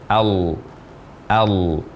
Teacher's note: lam tafkhim diucapkan dengan mengangkat bagian belakang dari lidah kita sehingga di bagian tengah dari lidah kita ada permukaan cekungnya. Al, al. Dengan ketentuan tanpa membulatkan bibir dan tanpa memindahkan posisi tempat keluar huruf lam ini.